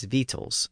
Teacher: C or K sound in the middle was usually dropped, so it ended up as victuals. And that's how English borrowed the word.